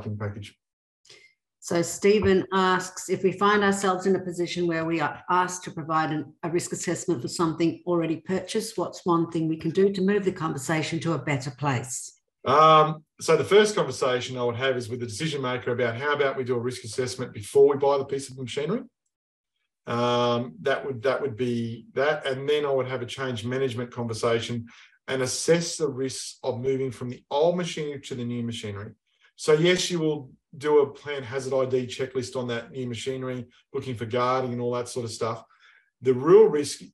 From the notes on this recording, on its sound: In this webinar